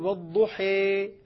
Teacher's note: الإنسان عندما ينطق الألف الممالة تكون أقرب إلى الياء منها إلى الألف. فلما أميل أقول والضحي، هذه إمالة، والضحي كأنها ياء، ولا أقول والضحي صارت هي خالصة. · Term: إمالة كبرى